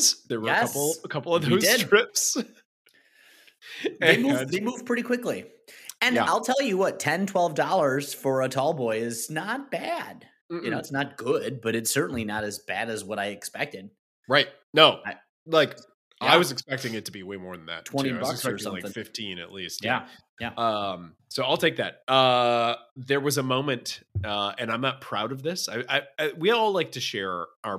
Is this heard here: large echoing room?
no